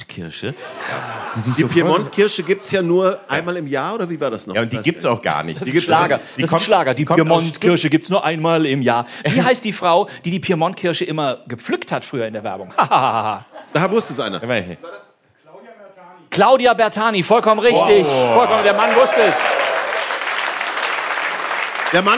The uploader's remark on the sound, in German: Noch eine weitere Folge vor Publikum aufgenommen.